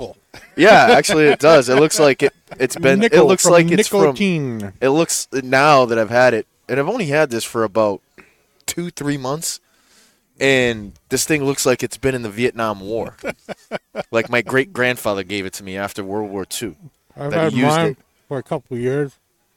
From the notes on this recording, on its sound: Recorded live from the 7-20-4 Lounge!